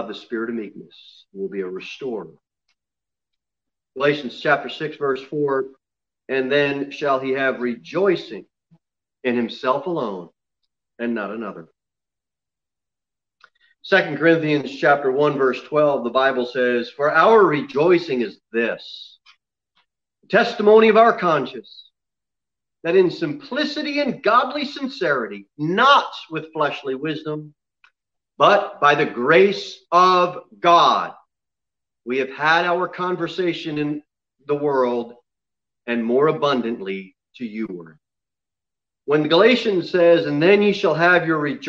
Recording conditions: large echoing room